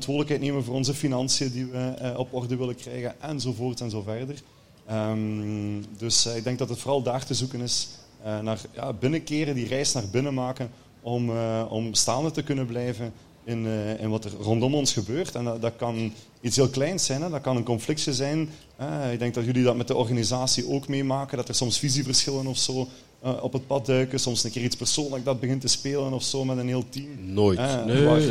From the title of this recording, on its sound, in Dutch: live op TimTom Festival'23